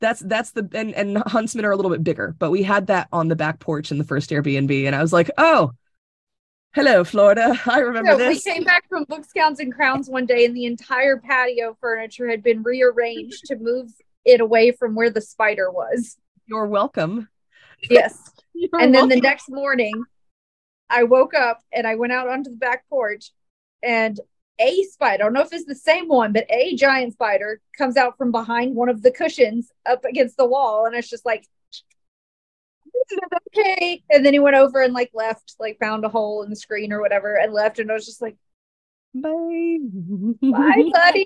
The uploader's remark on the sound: This episode was recorded over Zoom, and is more of a conversation than our normal style.